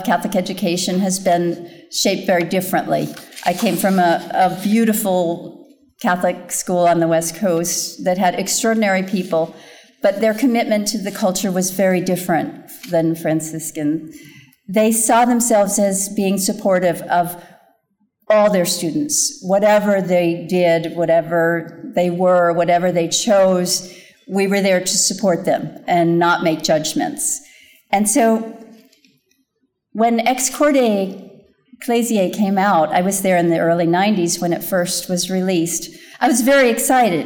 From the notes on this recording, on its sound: talk was part of the Fidelity and Freedom Conference at Franciscan University of Steubenville